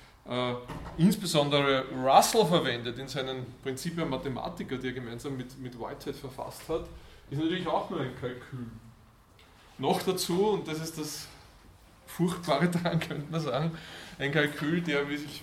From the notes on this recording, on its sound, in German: Diese Vorlesung wurde von Studierenden aufgenommen